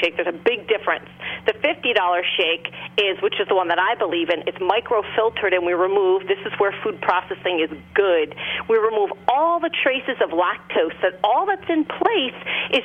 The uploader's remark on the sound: Joined via phone.